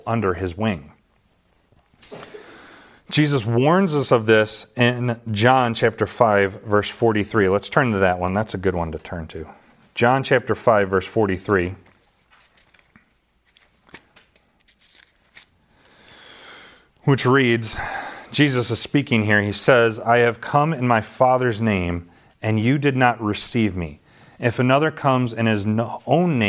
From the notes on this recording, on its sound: This sermon was delivered to the saints at Calvary Gospel in Ashton, MI.